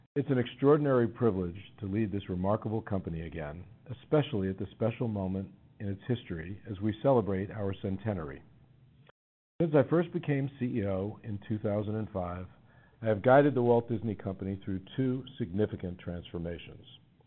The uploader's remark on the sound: Q1 FY2023 Earnings Conference Call.